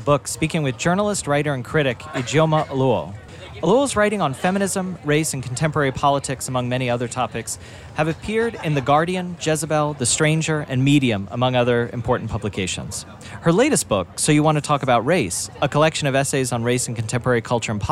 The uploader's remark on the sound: For a discussion on race in America at The Los Angeles Times Festival of Books.